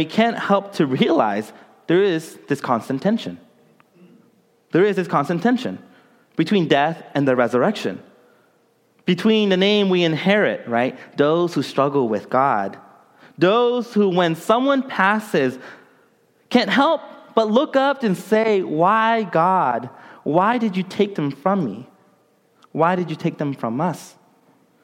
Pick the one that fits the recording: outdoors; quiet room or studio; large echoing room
large echoing room